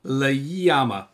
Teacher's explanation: It's an extra syllable in between the L and the ama.